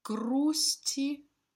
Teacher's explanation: when it's only a K followed by a consonant in the same placement, but voiced, the K is assimilated into the G.